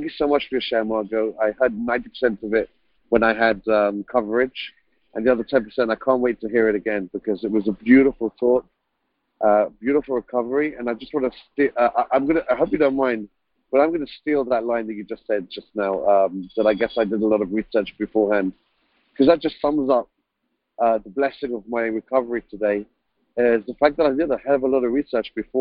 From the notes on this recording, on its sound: 2019 New Years Day Phone Conference